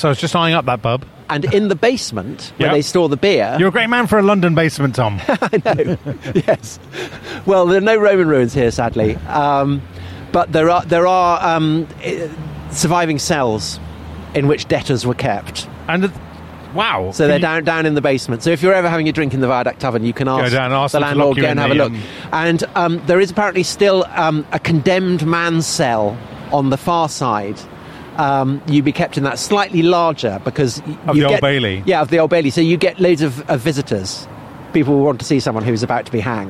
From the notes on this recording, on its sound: a special live, on location episode as they walk around central London